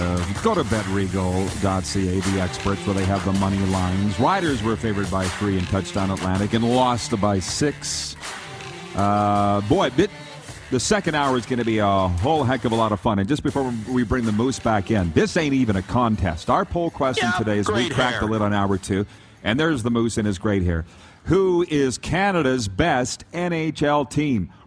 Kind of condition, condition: setting, busy venue